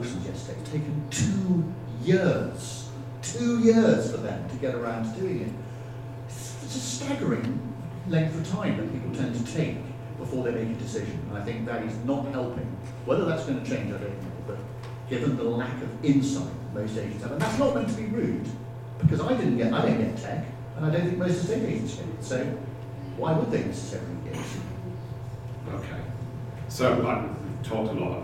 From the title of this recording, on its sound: Live From IUC EMEA